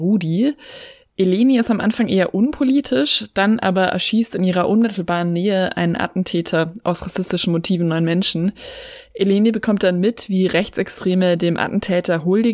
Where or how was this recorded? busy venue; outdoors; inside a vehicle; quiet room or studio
quiet room or studio